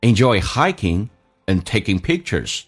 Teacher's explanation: and 不被强调，可以经常会弱化成一个鼻音